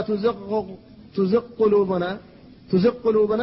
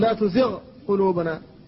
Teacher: فالغين ساكنة وبعدها القاف محركة وهما متقاربان لكن لا ادغام بينهما · Shown in: second take · لا يجوز أن تقول لا تزغ تزق قلوبنا، تزق قلوبنا لا تجوز، قل لا تزغ قلوبنا.